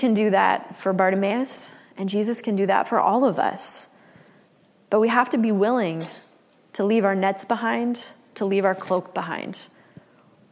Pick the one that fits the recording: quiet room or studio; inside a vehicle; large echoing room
large echoing room